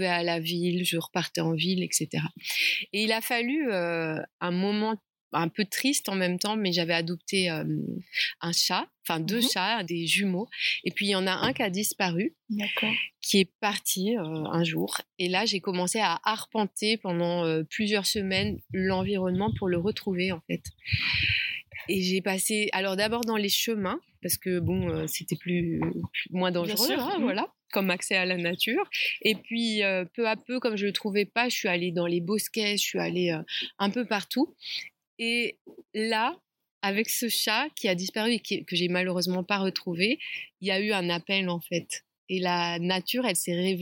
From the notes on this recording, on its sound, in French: Épisode enregistré dans le magnifique jardin de la ferme Kibo !